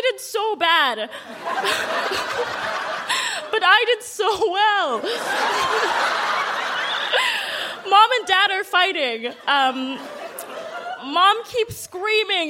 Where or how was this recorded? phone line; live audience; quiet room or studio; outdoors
live audience